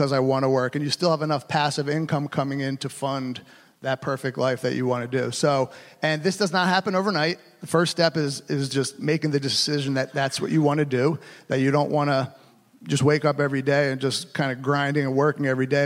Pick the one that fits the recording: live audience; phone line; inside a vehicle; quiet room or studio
live audience